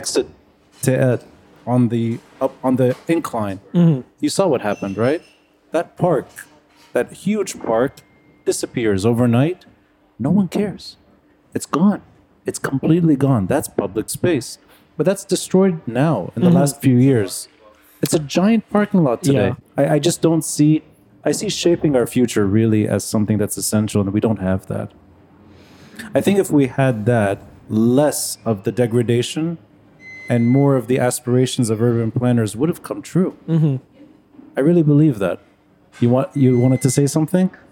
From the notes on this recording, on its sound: Recorded live at Aaliya’s Books. Our conversation includes a Q&A section. An audience debate.